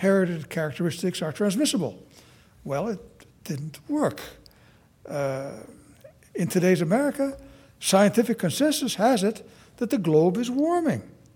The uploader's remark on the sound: Audio recording of a lecture delivered on April 19, 2017.